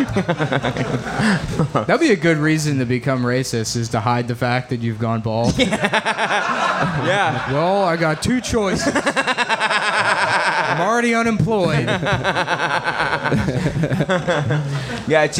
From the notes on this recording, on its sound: Cum Town Live at Skankfest (Live Show)